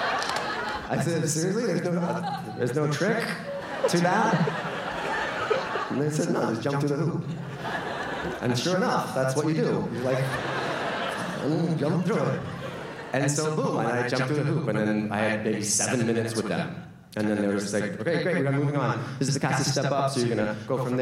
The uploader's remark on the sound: the audio from January's SF Sketchfest